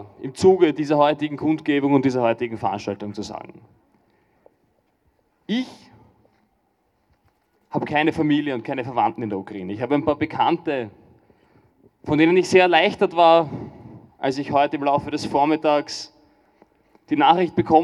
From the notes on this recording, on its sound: O-Ton. Kundgebungen gegen Putins Krieg gegen Menschen in der Ukraine in Wien 2022.